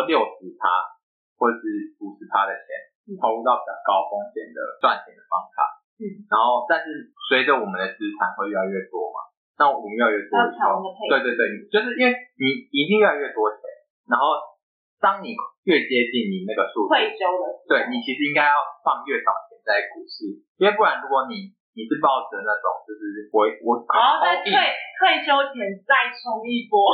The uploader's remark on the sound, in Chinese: 我豬腦導致收音不太好。已經努力修復了。